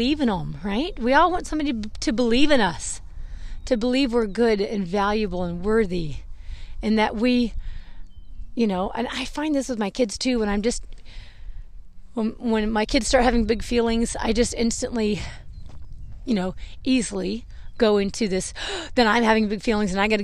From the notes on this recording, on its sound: First podcast recorded while horse training! This podcast was recorded while training my horse Zelle in the round pen : .